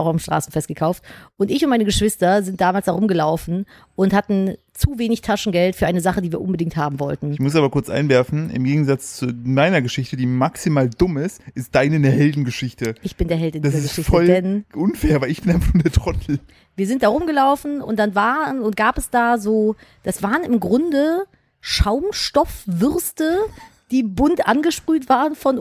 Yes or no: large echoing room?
no